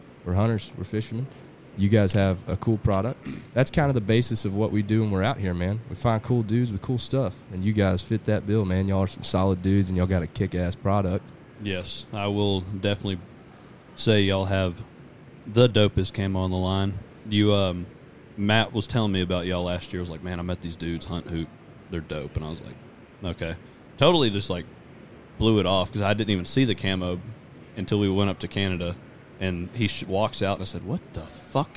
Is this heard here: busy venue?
yes